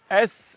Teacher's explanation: لولا الترقيق الذي في السين لكانت صاد. يبقى اس، انما اص يبقى المستا.